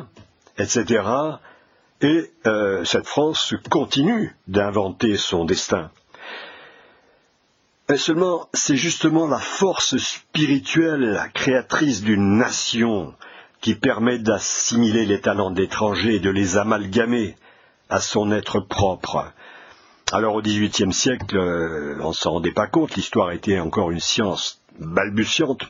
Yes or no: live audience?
no